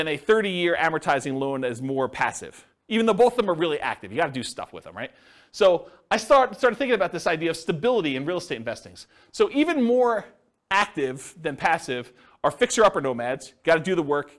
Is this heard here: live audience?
yes